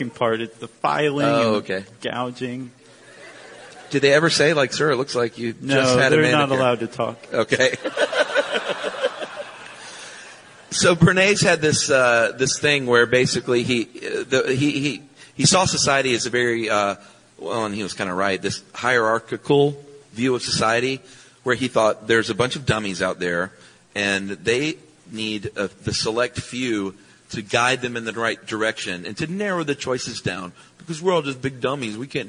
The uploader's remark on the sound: Live in Chicago. This fascinating live episode.